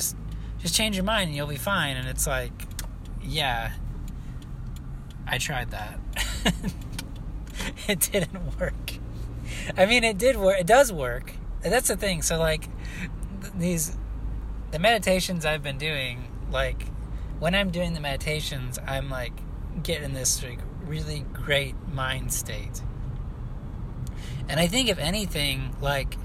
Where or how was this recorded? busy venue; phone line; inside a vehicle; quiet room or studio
inside a vehicle